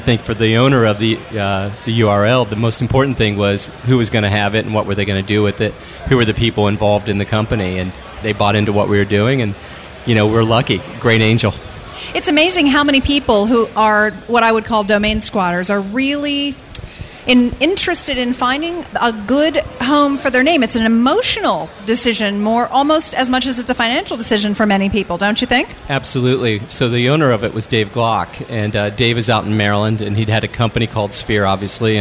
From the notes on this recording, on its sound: LIVE from the Webmasterradio booth during ad:tech San Francisco